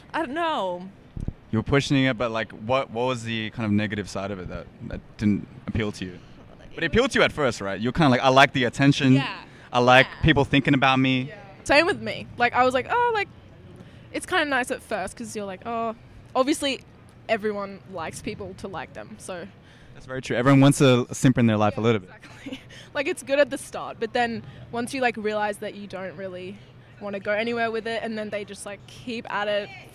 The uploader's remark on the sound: We pop a squat outside the apple store on George street in Sydney